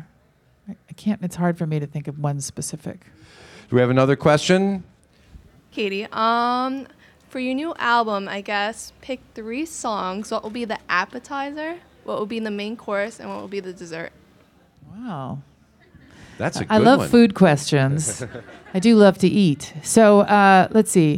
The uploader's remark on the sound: takes a few questions from the audience.